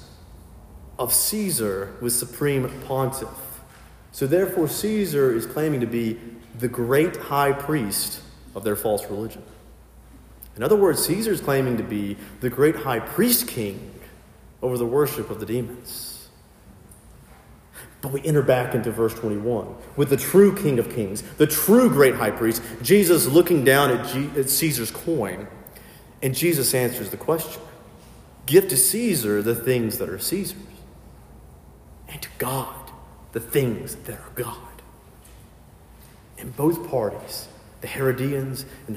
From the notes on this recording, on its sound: Filled in at a local sister parish and preached.